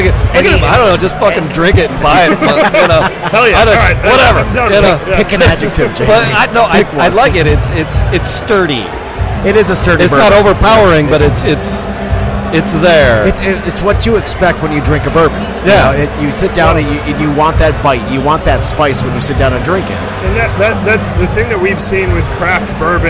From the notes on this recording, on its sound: Broadcast live from Whiskey Business at the Royal Oak Farmer&#8217;s Market. Broadcast live from Whiskey Business at the Royal Oak Farmer’s Market. We talk to several distillers, vendors, and whiskey lovers at the event.